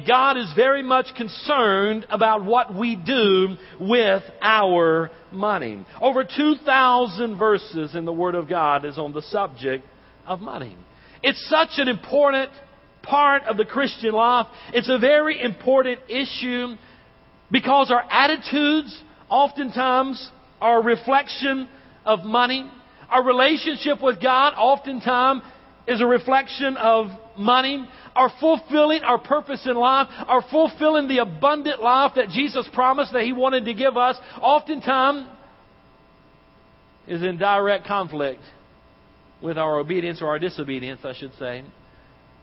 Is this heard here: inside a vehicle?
no